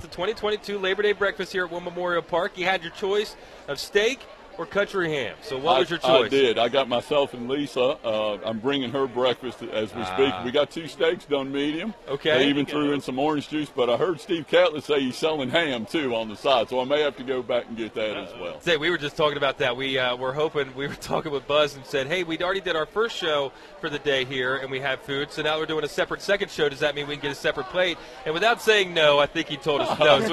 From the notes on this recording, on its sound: live from the 2022 Labor Day Breakfast at War Memorial Park!